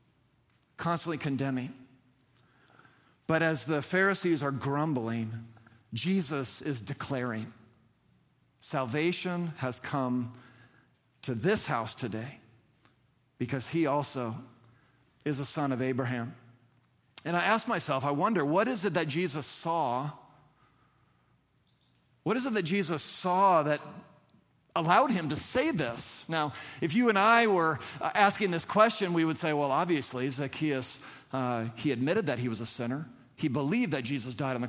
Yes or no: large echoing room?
yes